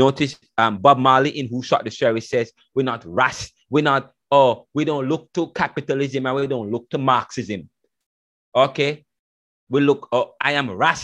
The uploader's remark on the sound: The Lecture delivered via the Zoom platform was dynamic and is infused with African drums, reggae music, and classical music in the backgrounds.